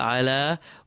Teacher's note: Ayn has a short vowel, the fatha. Lam has a long vowel, ala. Wajahihi.